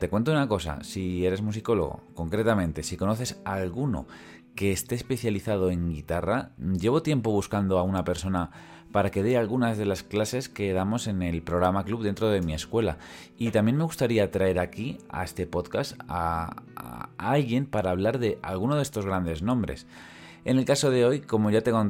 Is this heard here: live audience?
no